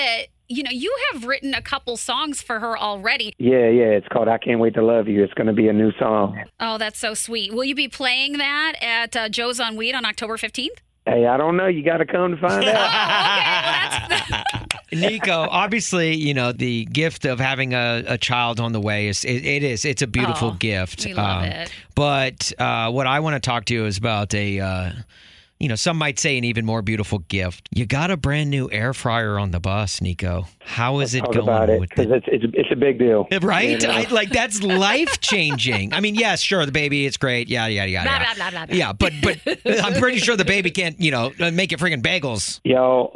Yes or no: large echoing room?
no